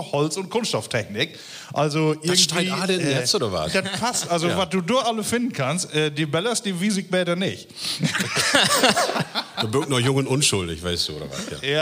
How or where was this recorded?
live audience